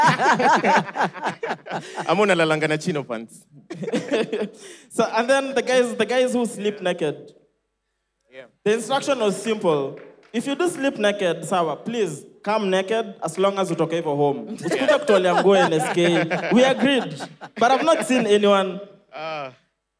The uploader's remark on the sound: Cheque Mates hangout. The live audience recording.